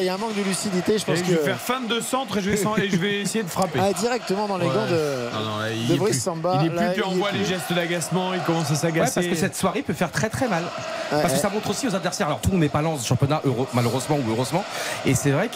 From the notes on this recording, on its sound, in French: En direct du stade Bollaert, dans une ambiance incroyable à guichets fermés.